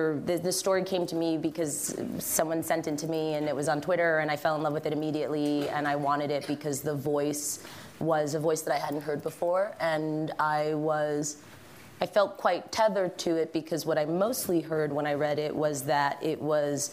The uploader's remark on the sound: Panel. This episode was recorded on January 26, 2020 in front of a live audience at the SundanceTV HQ on Main Street in Park City, UT during the 2020 Sundance Film Festival.